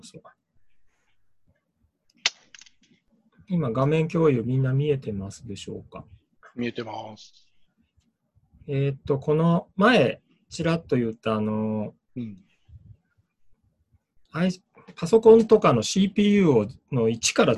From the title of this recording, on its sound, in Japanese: ミーティングZOOM会議